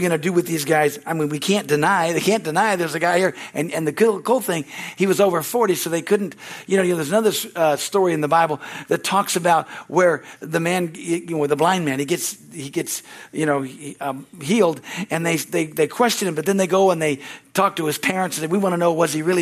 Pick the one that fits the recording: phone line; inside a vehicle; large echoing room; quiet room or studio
large echoing room